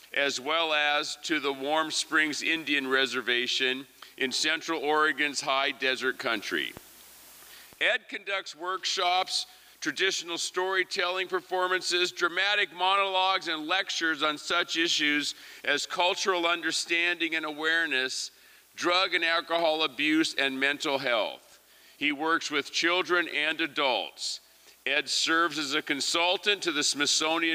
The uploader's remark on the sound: 2023 FPG-Liberty Theatre-Saturday Night-Third Set. This recording was made on Saturday, February 25th, 2023, at the Liberty Theatre in Astoria, OR as part of the FisherPoetry Archive Project.